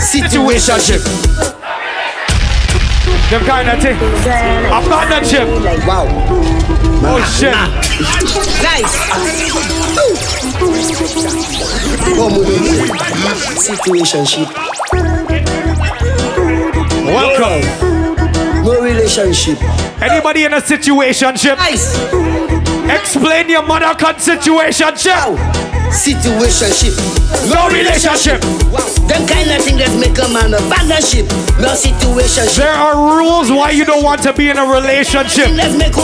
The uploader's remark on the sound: LIVE AT WUK U SUMMER SCHOOL!